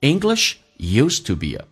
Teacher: To be a 不被强调，有弱化现象。首先 to 说成 t 加个 a